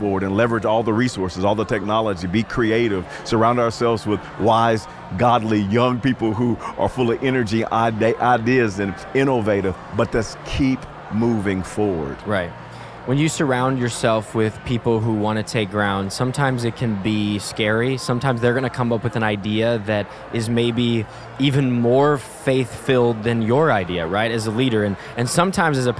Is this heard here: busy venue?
yes